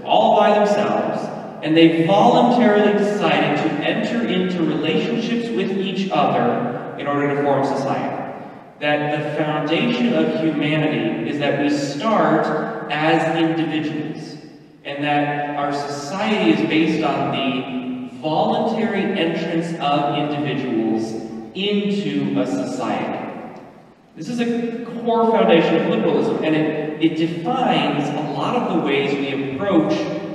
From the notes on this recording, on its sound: Mass - better structure, worse sound quality.